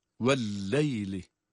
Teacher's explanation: Ve'l-leyli vav harfinde dudaklar önde.